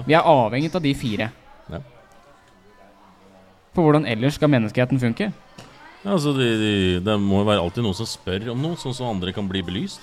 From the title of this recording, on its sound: LIVE PODCAST